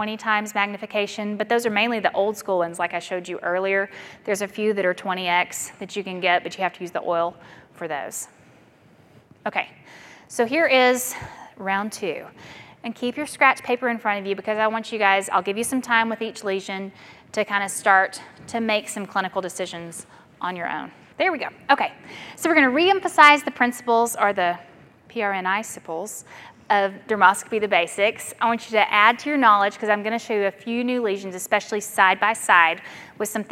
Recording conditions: large echoing room